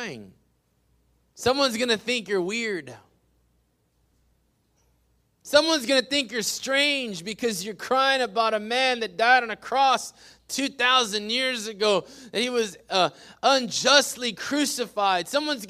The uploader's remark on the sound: PREACHED IN WESLACO TX, 6-20-21